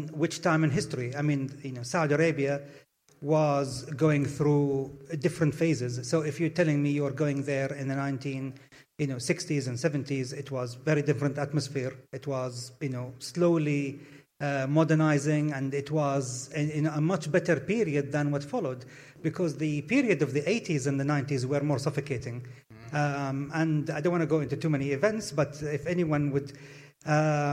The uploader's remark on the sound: Blethered Live at SWG3 in Glasgow